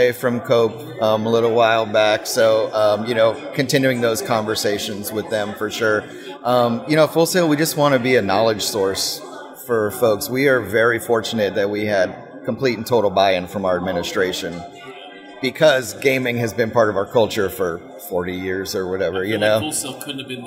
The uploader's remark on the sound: Live From EsportsNext